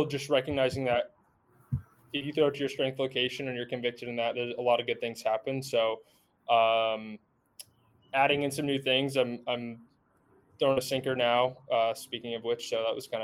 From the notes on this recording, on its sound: the sounds of Spring Training in Fort Myers